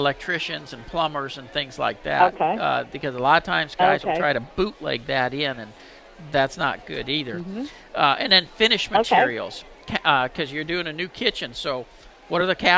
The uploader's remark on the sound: Home Improvement show live from the Fort Worth stock show!